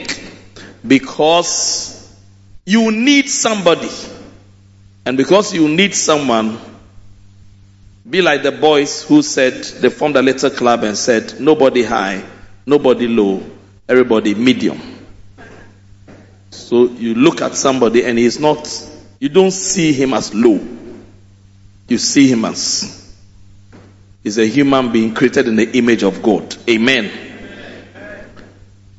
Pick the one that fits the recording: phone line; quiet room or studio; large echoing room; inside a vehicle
large echoing room